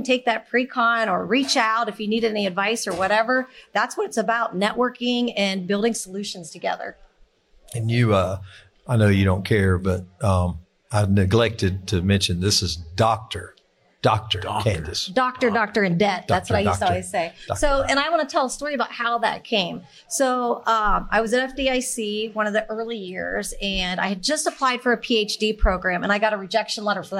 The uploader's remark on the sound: Live at FDIC: Conference Wrap-up.